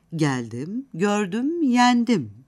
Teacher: Geldim, gördüm, yendim cümlesinde ezgili ses tonu yendim sözcüğünün dim hecesindedir. Ses tonu dim hecesine gelene kadar kademeli olarak yükselir.